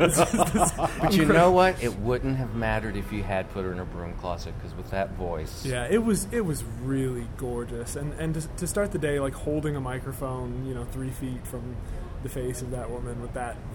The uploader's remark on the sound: At the weary end of every night throughout South By Southwest. Met up on the Austin streets to break down all the events of the day.